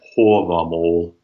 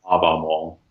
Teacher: where the long A is rounded, hence why I say hovamol, not havamol · Shown in: first take